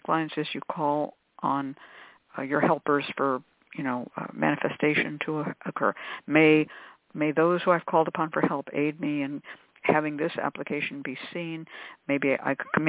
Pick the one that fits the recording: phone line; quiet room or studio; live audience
phone line